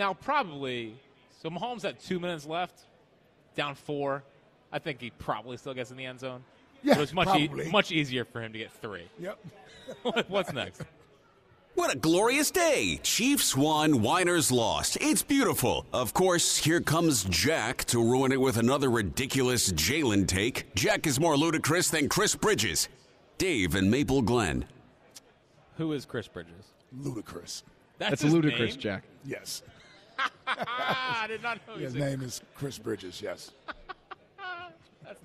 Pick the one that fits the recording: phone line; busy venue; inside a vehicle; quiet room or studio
busy venue